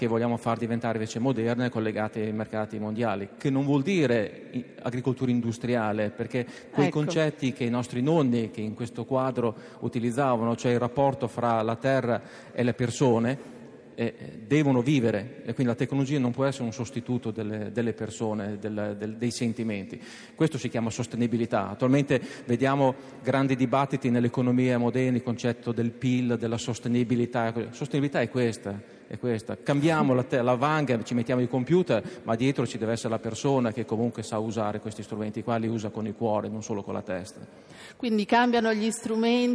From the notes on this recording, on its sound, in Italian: in diretta da forlì